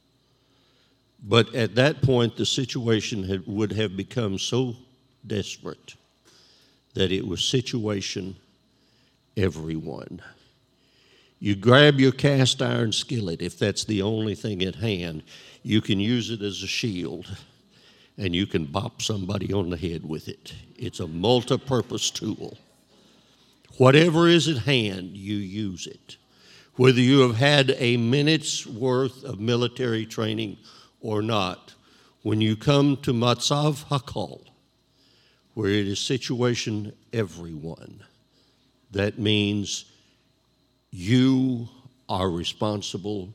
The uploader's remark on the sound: This JAT was recorded live on Sunday, October 10th, 2021 at Newark UPC.